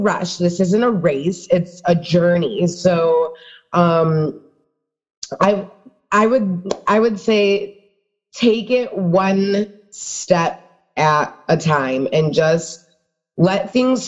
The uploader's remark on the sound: Episode was recorded on zoom. Sound quality may be better with earbuds.